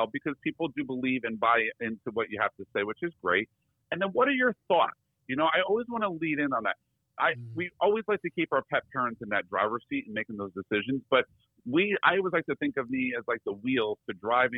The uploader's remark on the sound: When you get two of the biggest personalities in the veterinary industry together on the phone